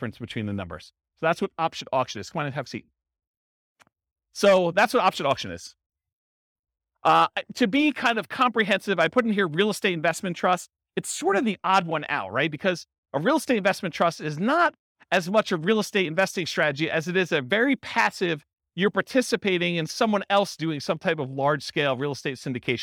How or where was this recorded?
live audience